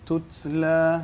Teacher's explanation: تتلى، اهمس التاء. تتلى إذا تتلى عليه آياتنا. ما هو الهمس؟ هواء متدفق.